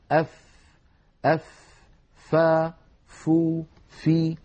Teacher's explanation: ولما نقول بطن الشفة يعني الجزء الذي لا يظهر من الشفة إذا أطبق الإنسان فمه إطباقا عاديا، لما يكون للإنسان هكذا مطبقا فمه إطباقا عاديا، الذي نراه من شفتيه اسمه ظاهر الشفتين، والذي لا نراه اسمه باطن الشفة. فالفاء لا تخرج من ظاهر الشفة بل من باطنها